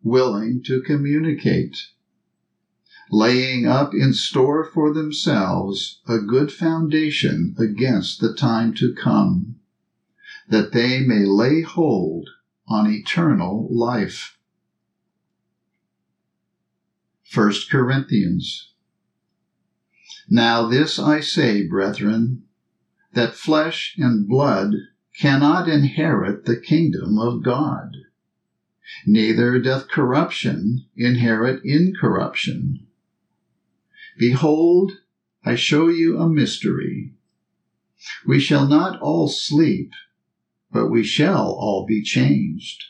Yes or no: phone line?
no